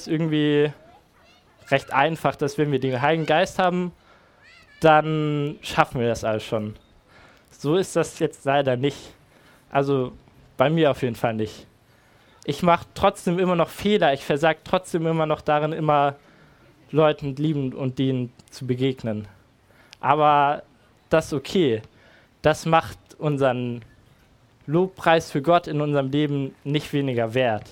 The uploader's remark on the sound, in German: Predigt im Rahmen des GreifBar+ Gottesdienstes